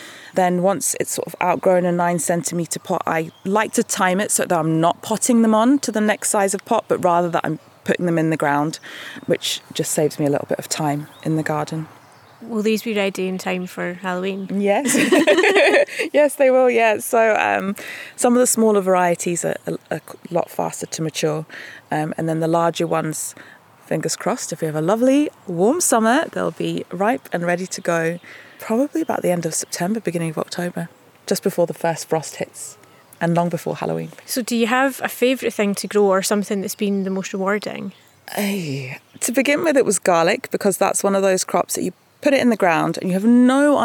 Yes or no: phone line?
no